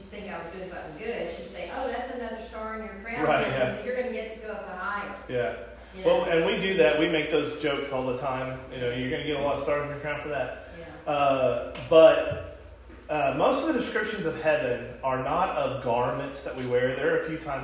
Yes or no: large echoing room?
yes